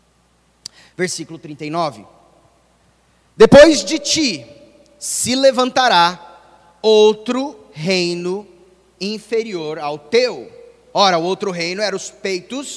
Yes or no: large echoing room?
yes